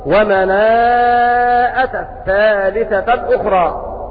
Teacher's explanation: ومناءة بالمد أربع حركات لأنه مد متصل